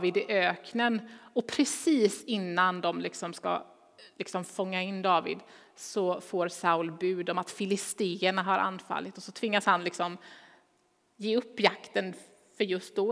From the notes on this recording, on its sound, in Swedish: Inspelning från Immanuelskyrkan Skövde.